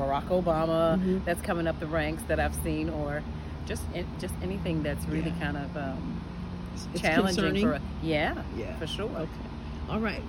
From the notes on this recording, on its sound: Day 1: Broadway | Day 2: SEMO Campus. Taking It to the Streets is about getting out and talking to random people about the issues. The second day, I was outside Southeast Missouri State University (SEMO).